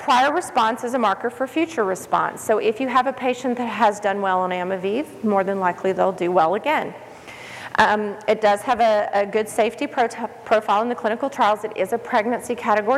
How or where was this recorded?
busy venue